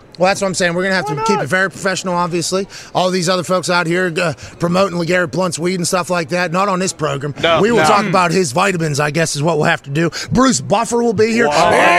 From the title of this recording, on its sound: LIVE From Radio Row In LA